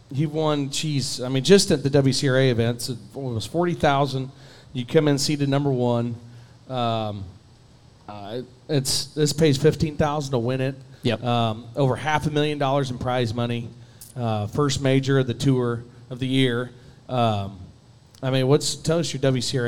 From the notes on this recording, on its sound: Joins us live at Brewster Street Pub in Corpus Christi! We are in town for the Buc Days WCRA Rodeo!